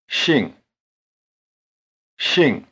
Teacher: 姓姓姓 Notice that it starts with a sound that is neither quite like English S nor quite like English SH